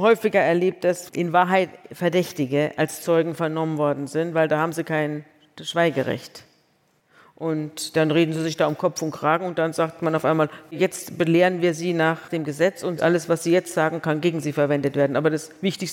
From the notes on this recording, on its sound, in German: vor Livepublikum im Kölner Theater am Tanzbrunnen